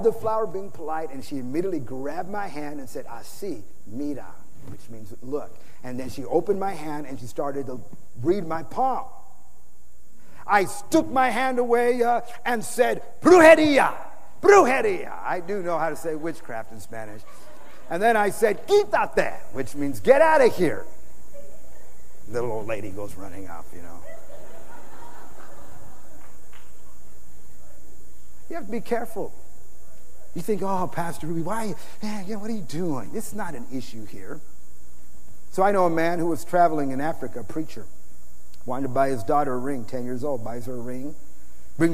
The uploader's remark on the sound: Preached in San Antonio TX OCTOBER 2006